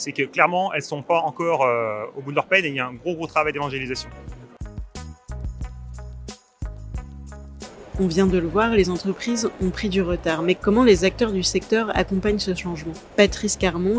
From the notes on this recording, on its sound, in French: Pour poursuivre notre série de Podcasts en direct de Documation, et en ce deuxième jour de salon